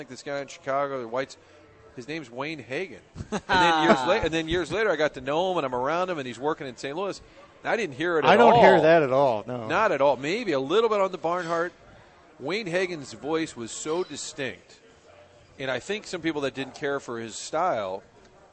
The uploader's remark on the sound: broadcasting live from Hot Shots in Fenton